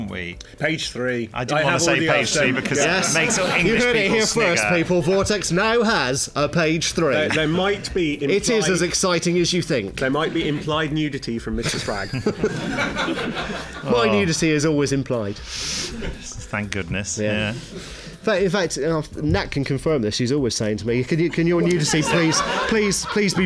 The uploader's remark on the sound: The podcast team report in live from Big Finish Day 3, where a lone Dalek marauds the corridors.